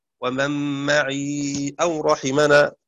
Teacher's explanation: لأن حركة الياء ثقيلة فأسكنها